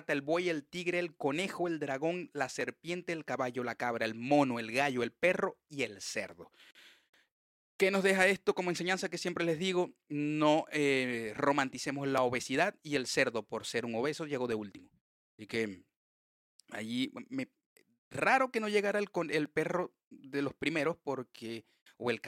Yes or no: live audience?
no